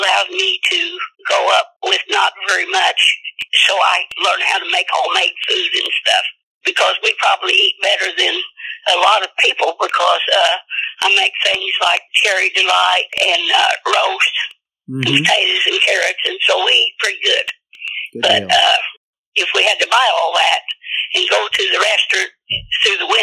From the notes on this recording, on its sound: quick phone interview